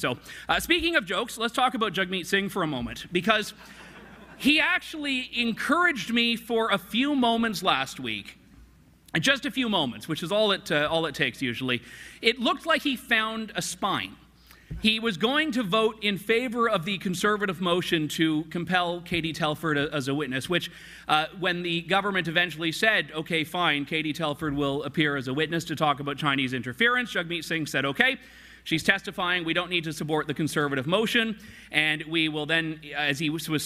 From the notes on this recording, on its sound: Live from CSFN. From Ottawa at the Canada Strong and Free Conference!